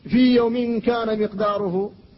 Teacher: وفي هذا المثال مثالان، فالمثال الأول ياء في مع ياء يوم، والمثال الآخر الواو والميم، فالواو ساكنة والميم حرف مجانس لها فقد تقارب مخرجاهما وكلتاهما شفوية، وسكنت الواو وتحرك ما بعدها وهو الميم ولم يقع الادغام لأن الواو هنا حرف اليمين، حرف اليمين فلا ادغام.